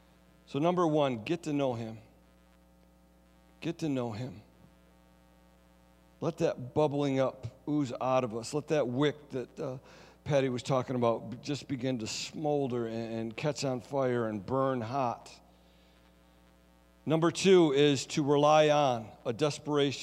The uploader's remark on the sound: Sunday Service Recording